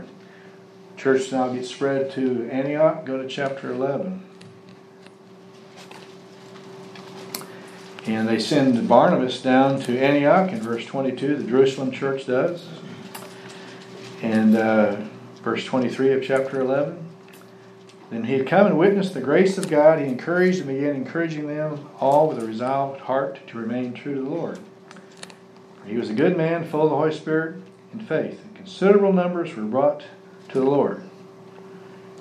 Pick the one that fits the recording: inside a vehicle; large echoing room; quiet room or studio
large echoing room